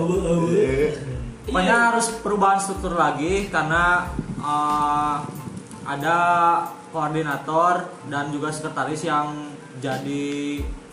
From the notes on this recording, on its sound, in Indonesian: Kopel purwakarta. Pokoknya maaf ya kalau berisik, soalnya banyak ciwi-ciwi yang lagi laper (padahal abis makan).